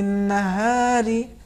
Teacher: اگر حرف را پر زیر ہو، یعنی را مکسور ہو، کسرہ ہو، تو ر کو ترقیق کے ساتھ نازک ادا ہوگا